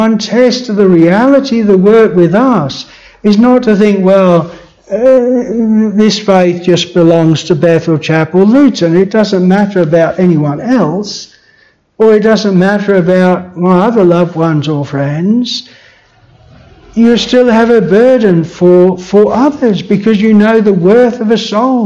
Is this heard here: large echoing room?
yes